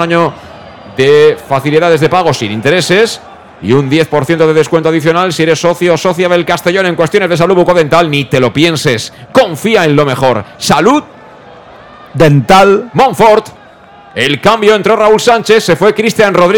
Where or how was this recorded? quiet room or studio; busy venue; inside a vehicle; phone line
busy venue